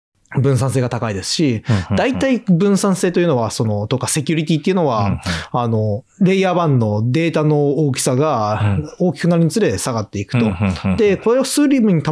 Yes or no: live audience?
no